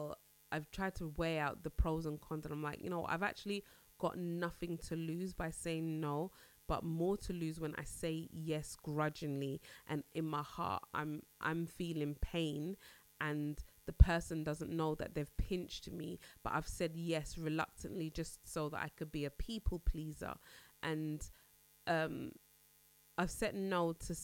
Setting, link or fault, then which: fault, hum or buzz